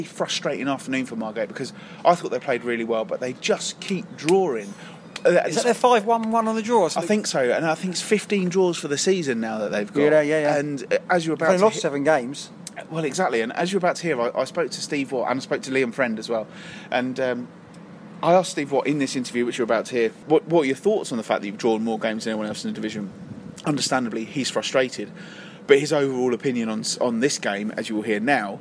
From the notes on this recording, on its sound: took up residence in their favourite beer garden for the third time to do a live record